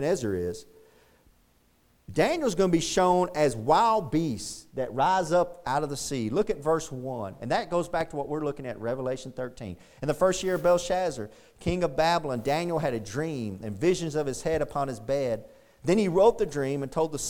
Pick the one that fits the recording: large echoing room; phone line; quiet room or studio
large echoing room